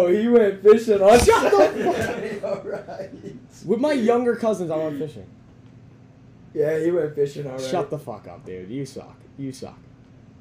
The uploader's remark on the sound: This episode was the first ever Live recording done over TikTok live.